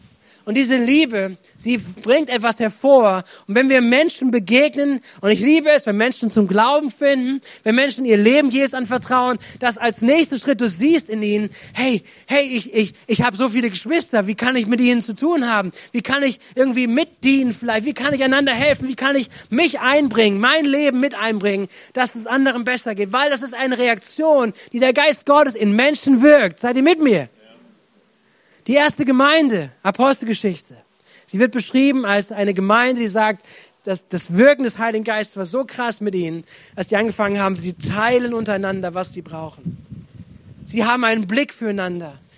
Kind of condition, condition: setting, large echoing room